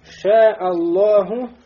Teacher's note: «Ида сабакаха», то есть «сабака ляма фатхун агдомун», если перед лям будет фатха или домма, «фухнимат», то лям у нас будет муфаххама. Муфаххама, имеется в виду, будет насыщенно, да, полнозвучным.